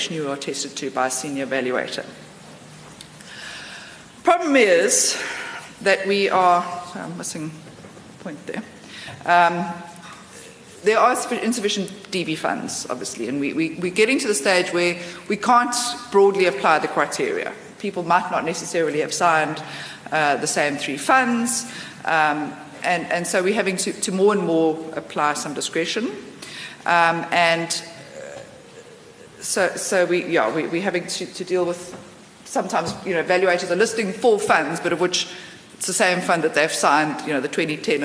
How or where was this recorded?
large echoing room